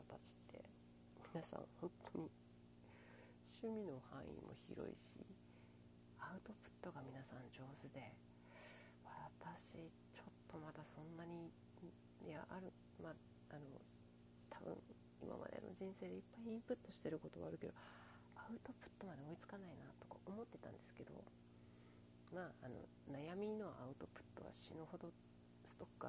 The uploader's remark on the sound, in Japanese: 音声かなり小さい